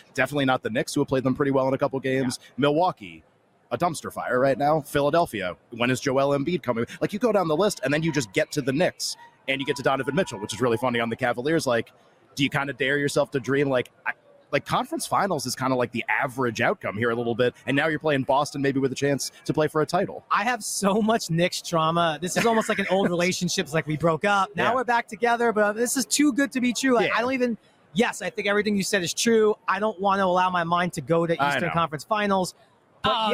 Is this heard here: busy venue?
yes